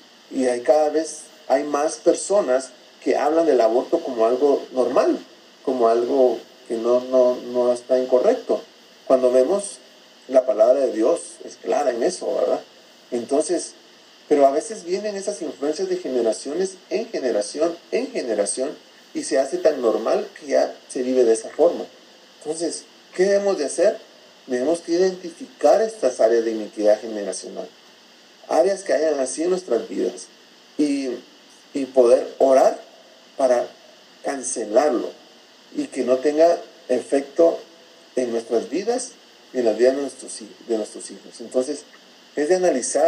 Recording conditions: poor sound quality